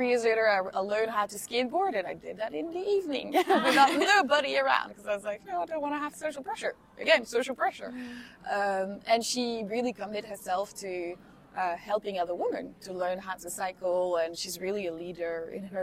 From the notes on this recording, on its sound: We record our conversation during a feminist festival in Brussels, at which we are joined by a cat.